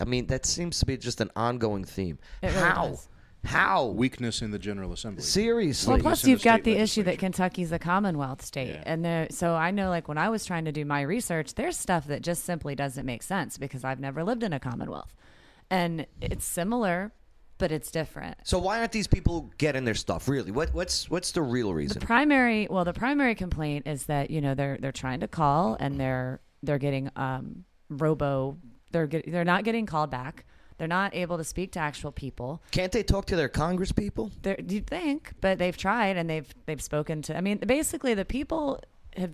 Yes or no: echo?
no